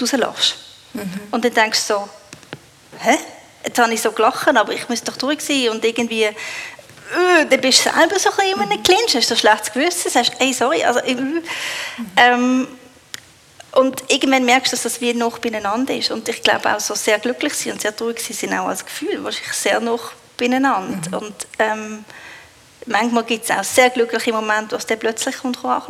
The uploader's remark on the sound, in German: In dieser Live-Episode